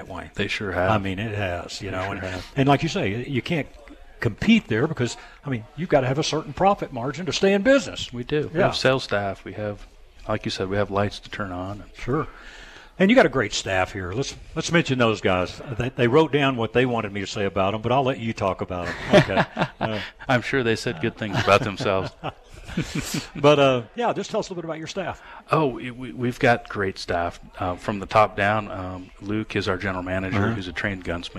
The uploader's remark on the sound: “live” Broadcast from The Gun Room’s 1st Annual Open House Event. We are broadcasting live from the 1st Annual Open House Event at The Gun Room! The Gun Room located at 1595 Carr St.